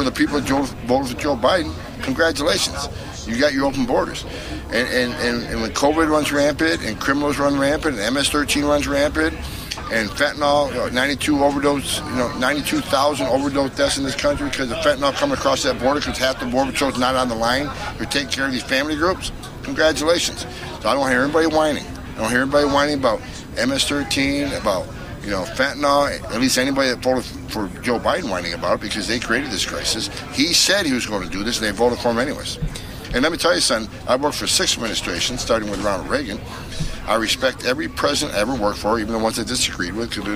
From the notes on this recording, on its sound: Live From Washington DC. FAIRus.org is hosting its annual 'Hold Their Feet To The Fire' conference and I'm broadcasting live from radio row.